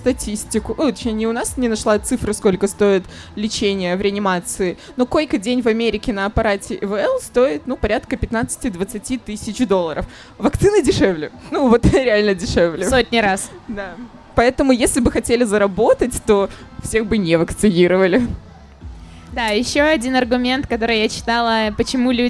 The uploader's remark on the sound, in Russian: Открытая запись подкаста